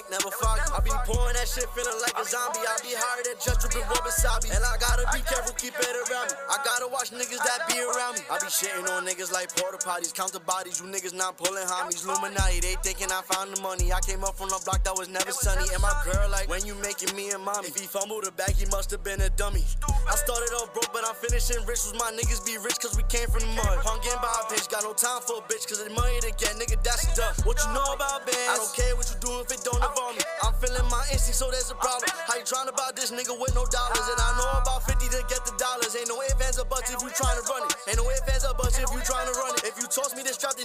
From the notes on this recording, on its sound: live at the Military Grind Ten Tape Concert